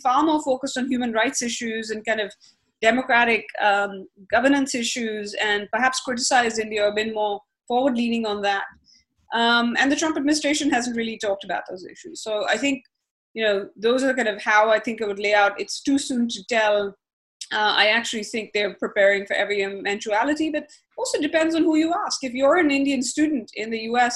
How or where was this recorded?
video call